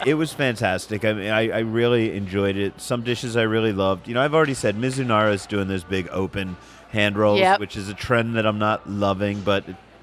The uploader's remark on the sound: recorded this episode at Little Avalon, the coastal cuisine casual joint in Village Square, the shopping complex at West Sahara & Fort Apache